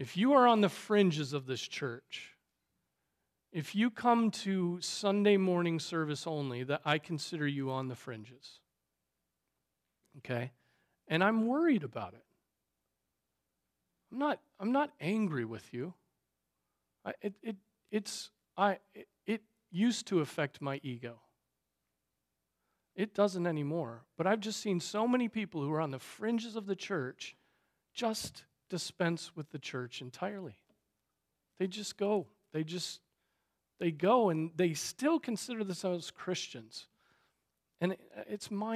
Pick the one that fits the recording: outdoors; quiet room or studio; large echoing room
large echoing room